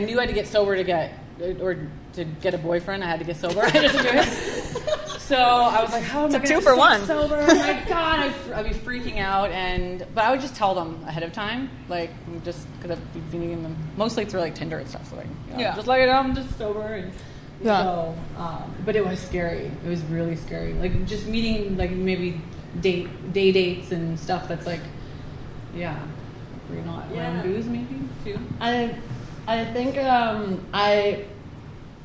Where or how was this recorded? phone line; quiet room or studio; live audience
live audience